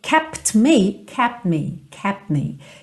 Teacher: Kept me, kept me, kept me. Também eu acabo não ouvindo esse T, porque eu já tô com meus lábios fechados no P